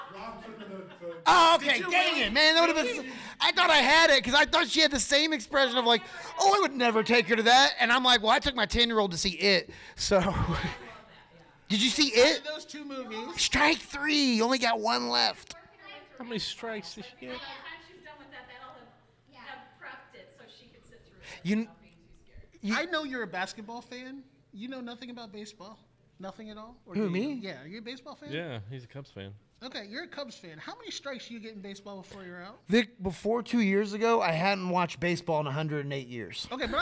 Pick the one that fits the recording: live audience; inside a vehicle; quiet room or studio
live audience